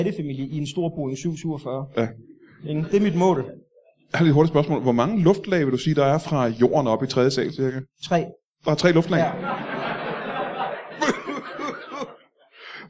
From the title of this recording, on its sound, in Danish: LIVE fra Studenterhuset i Odense